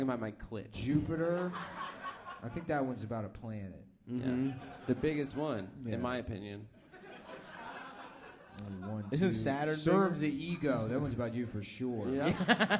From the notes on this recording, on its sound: 2018-10-30 Sydney (Live Show)